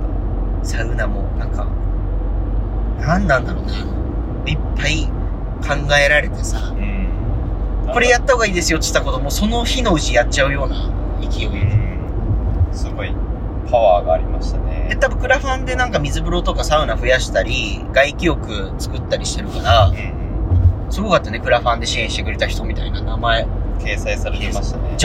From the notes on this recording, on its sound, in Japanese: ドライブトーク in 仙台。東北のサウナを視察中！すこし音声が聞きづらいのですが、ぜひ一緒にドライブしている気分で聴いてみてください。